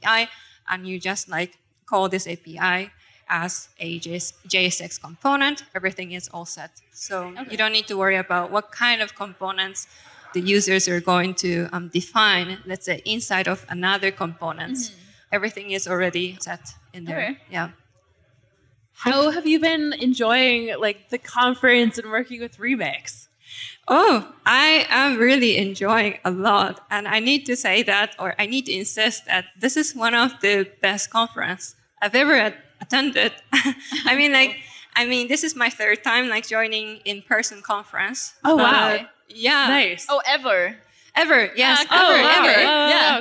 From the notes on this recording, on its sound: Live from Remix Conf! Live on-stage at the first-ever Remix Conf after-party!